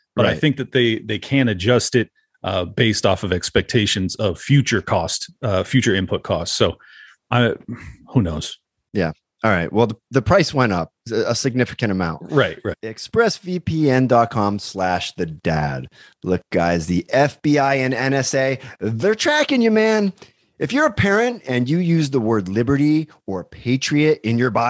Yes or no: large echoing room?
no